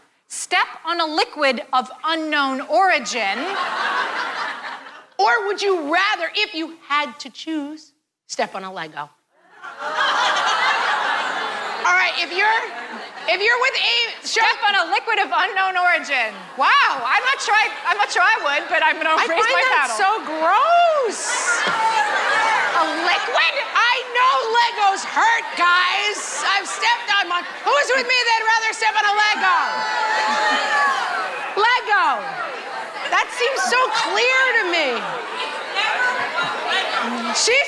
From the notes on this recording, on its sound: This episode contains excerpts from our latest What Fresh Hell Live! Show, performed at the Chappaqua Performing Arts Center in Chappaqua, NY.